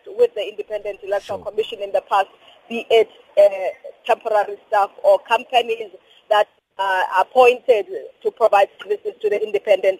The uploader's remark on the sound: We are joined on the line.